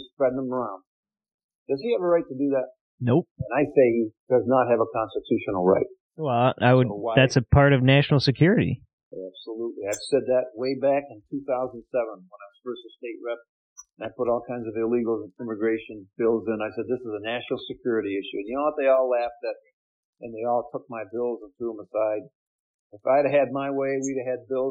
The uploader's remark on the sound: I apologize for some audio issues we had with this episode due to being remote.